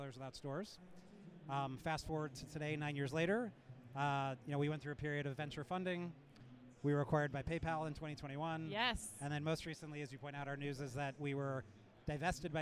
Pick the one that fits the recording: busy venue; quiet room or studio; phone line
busy venue